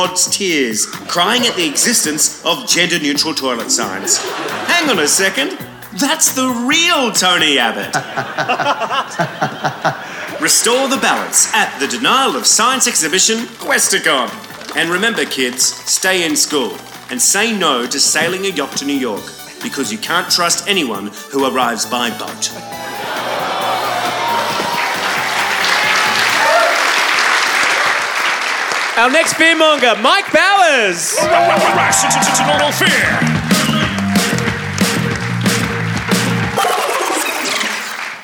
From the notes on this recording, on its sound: LIVE from the #CanberraBubble. Recorded live at The Street Theatre. A huge crowd, thirsty for satire or maybe just starved of any kind of entertainment, turned up for the best show we’ve ever done in Canberra*.